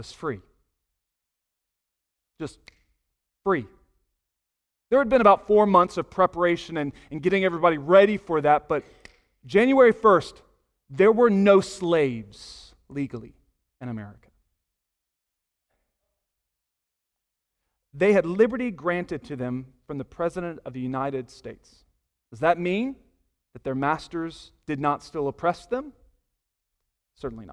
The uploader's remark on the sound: Sunday morning sermon audio